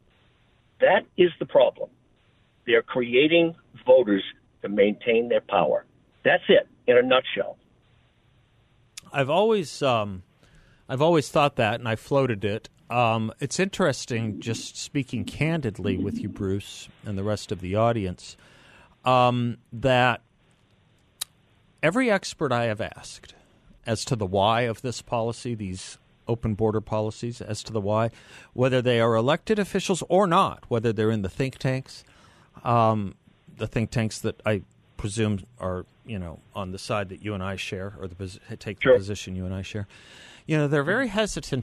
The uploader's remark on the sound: joins the show by phone